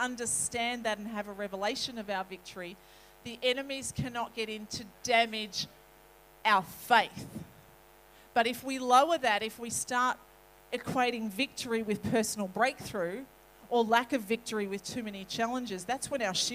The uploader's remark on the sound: This message was recorded on 01/02/2020 at River Edge Church.